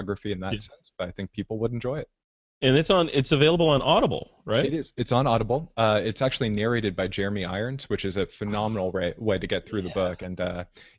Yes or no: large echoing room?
no